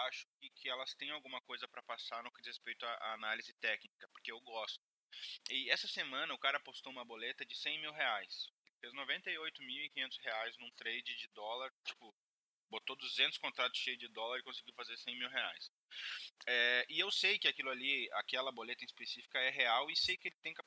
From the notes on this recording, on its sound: A qualidade do som esta horrivel mas nao queria deletar o episodio pela qualidade do conteudo.